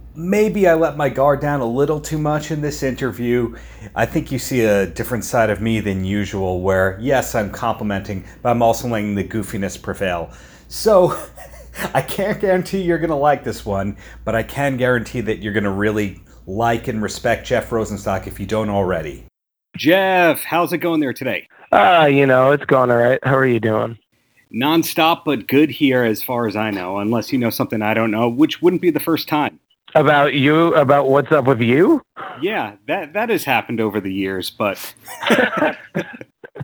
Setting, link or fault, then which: link, phone line